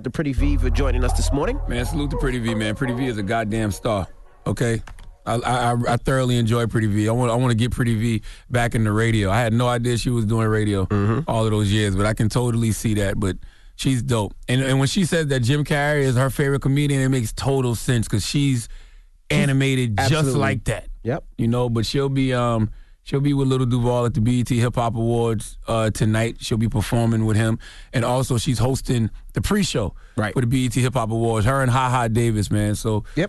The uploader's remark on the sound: We opened up the phone lines to see if out listeners could do the same.